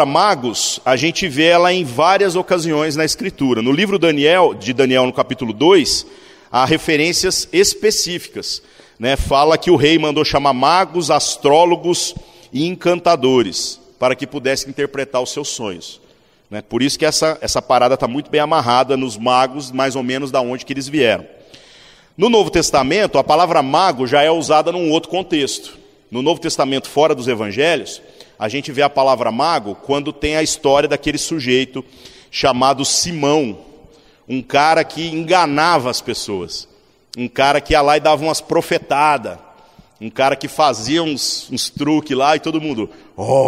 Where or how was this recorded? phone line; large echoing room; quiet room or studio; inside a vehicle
large echoing room